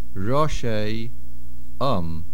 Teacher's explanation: The words roshay om. The main accent is on the resh. Roshay om. Generally, the word is roshay, but causes a nosoig achar and pushes the main accent back to the reish.